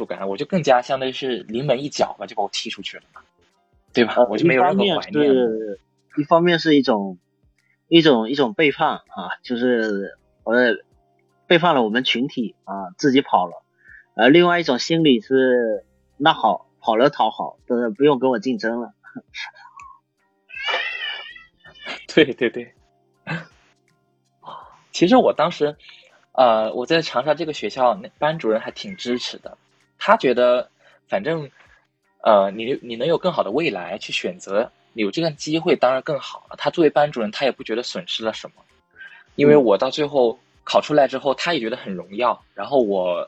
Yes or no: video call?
yes